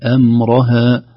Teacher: الكلمة كلها مرققة ما عدا حرف الراء لفتحته · Term: ترقيق